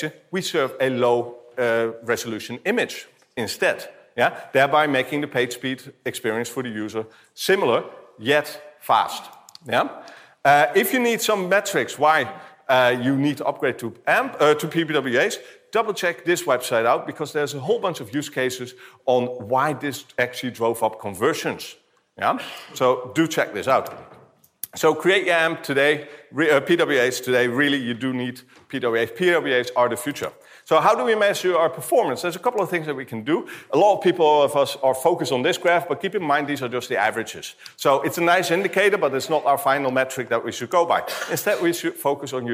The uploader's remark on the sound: talk from September’s BrightonSEO conference